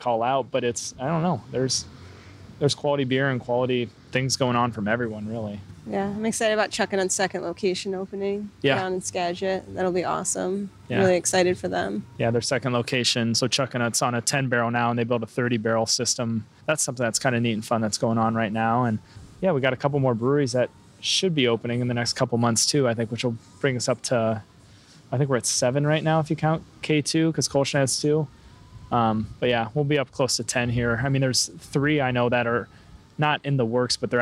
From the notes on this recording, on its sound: Recorded on location at Wander Brewing, Bellingham, WA